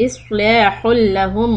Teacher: the ha is from the throat, middle part of the throat